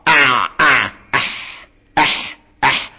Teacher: وسط الحلق أع العين والحاء